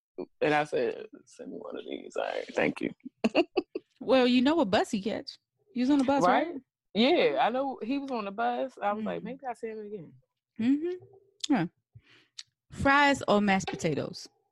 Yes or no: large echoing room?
no